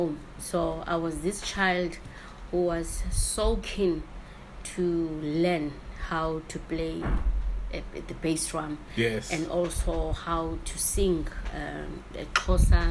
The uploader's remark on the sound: Somewhere between setup, soundcheck and pushing "record" something (I assume) moved that shouldn't have, so unfortunately there's a little bit more ambient noise at the beginning than usual. It's only noticeable when listening through headphones and can't be heard at all through speakers. It gets better as the episode progresses!